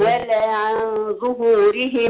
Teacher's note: فخم الغنة هنا عشان جه بعد النون حرف مفخم. فبفخم الغنة بتاعت الإخفاء.